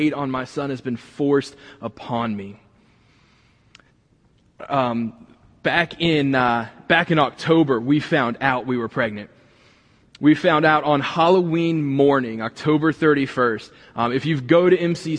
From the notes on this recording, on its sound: this week was recorded from the building